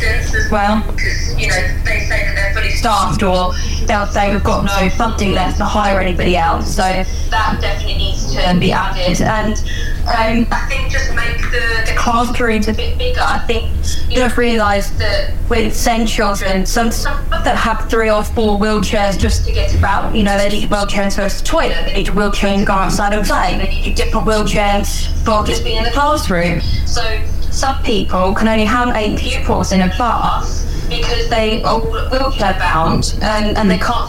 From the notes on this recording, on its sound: Apologies for the audio quality of the telephone in this episode